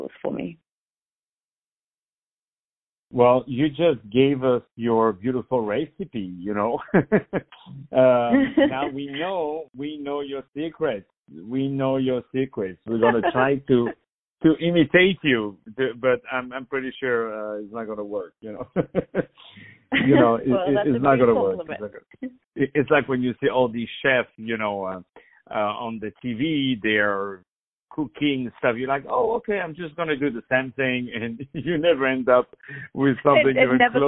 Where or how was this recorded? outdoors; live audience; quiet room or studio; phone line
phone line